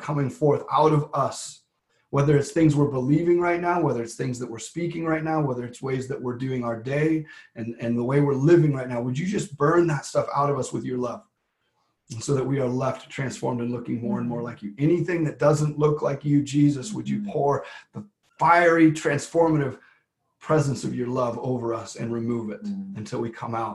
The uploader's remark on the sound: LWRV Zoom Church.